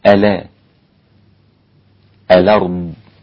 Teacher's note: تنقل حركة الهمزة إلى الساكن قبلها · Term: النقل